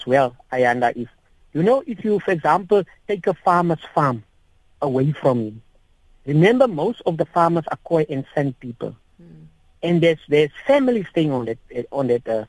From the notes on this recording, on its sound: To help us with this discussion we are now joined on the line.